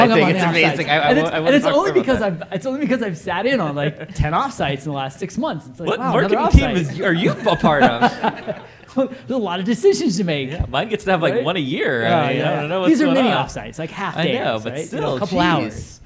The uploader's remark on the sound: Live at INBOUND16